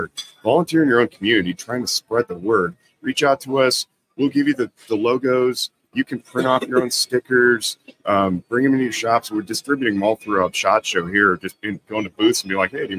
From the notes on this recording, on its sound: LIVE From SHOT Show Day One. We had a blast with the LIVE podcast during SHOT Show.